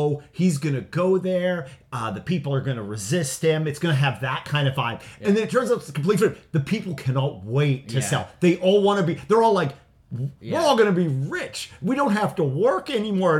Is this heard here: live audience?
no